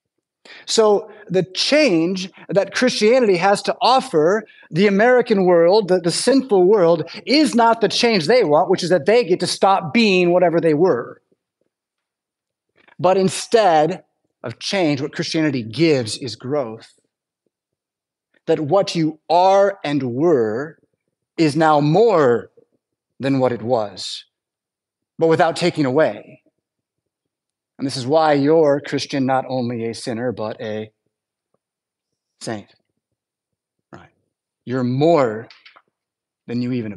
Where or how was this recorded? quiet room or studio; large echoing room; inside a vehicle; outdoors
large echoing room